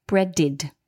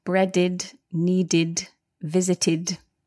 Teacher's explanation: bread ends in a d, which is this dental consonant. So the ed is pronounced id